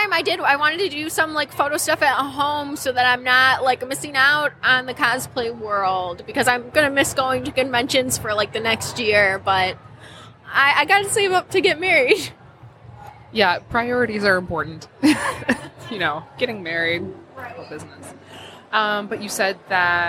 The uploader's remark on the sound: Live at LTU Expo